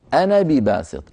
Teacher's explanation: إن وصلنا أنا فنصلها بنون مفتوحة، أنا بباسط، أما إذا وقفنا فنقف بالألف، ما أنا، أنا بمد طبيعي بمقدار حركتين. · Term: الألفات السبع